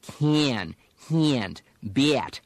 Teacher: don't use the yeah pronunciation that's heard in many American regional dialects. Don't do can, hand, beat.